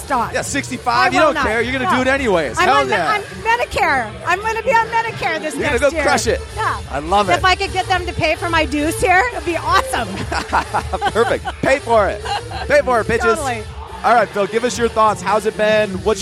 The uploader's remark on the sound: Live From The Gym. The gang is broadcasting live from the floor for Friday Night Lights at Industrious. The energy is off the hook!